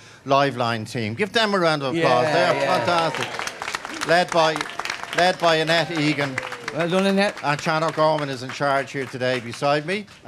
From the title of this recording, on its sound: Live From Grafton Street